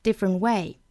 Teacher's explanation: different 尾音的 t 省音